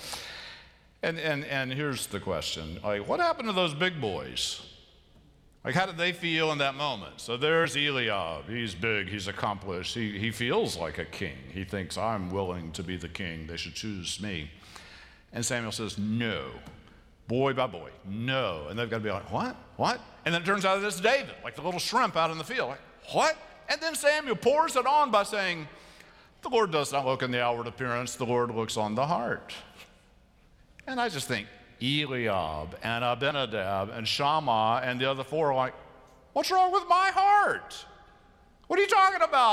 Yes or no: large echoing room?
yes